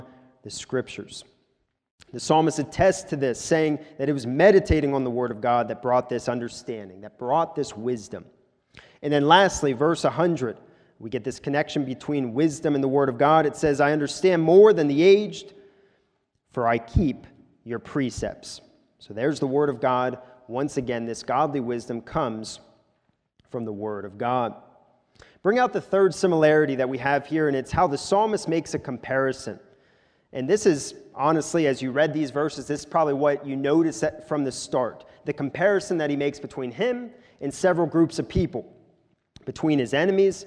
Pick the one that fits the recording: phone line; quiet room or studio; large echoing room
large echoing room